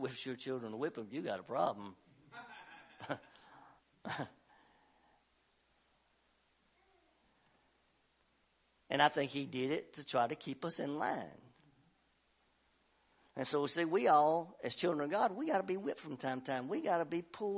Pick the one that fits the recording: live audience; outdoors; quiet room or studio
live audience